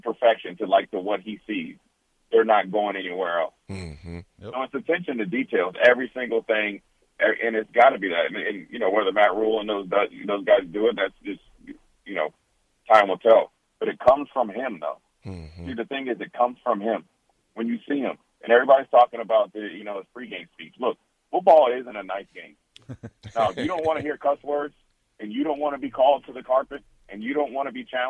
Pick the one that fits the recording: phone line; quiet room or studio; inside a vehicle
phone line